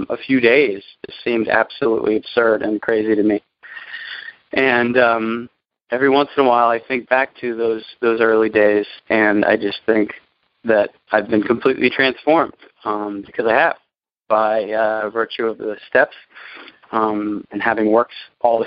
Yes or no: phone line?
yes